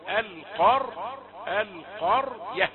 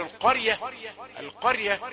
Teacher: استقر على تفخيم الراء أولا · Shown in: first take · القر، القر ي، ثم تنطق الياء بعدها، لكن لا تكن القرية، القرية، هذه السرعة تجعل الراء مرققة.